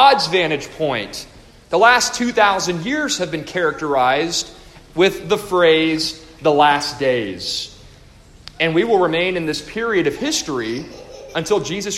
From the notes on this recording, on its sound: A devotional delivered to the faculty, parents, and students of the Co-Op hosted at First Baptist Church-Inez -Inez, Texas-.